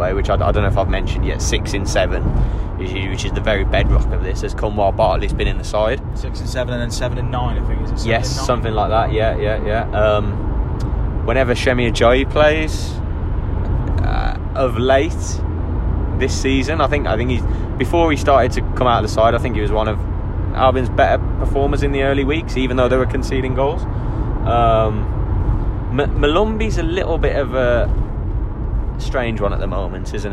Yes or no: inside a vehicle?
yes